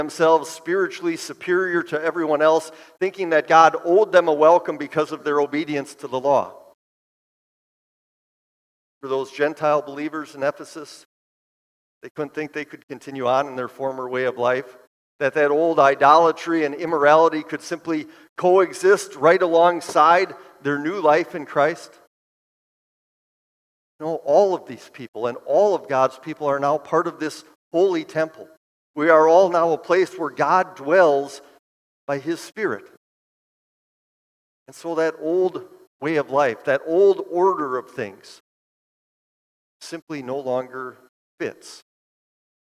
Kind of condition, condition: setting, large echoing room